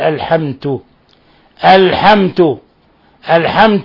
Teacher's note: ومن الأخطاء التي قد تقع عند العجم قلب الدال إلى تاء قلب الدال إلى تاء فيقول الحمت الحمت الحمت